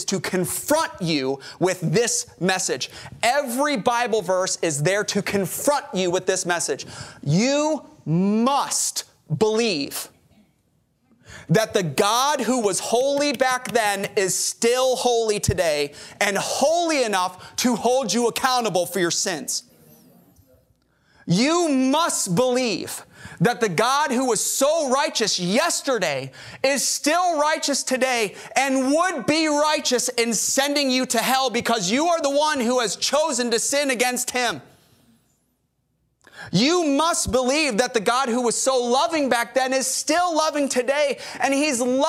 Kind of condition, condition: setting, large echoing room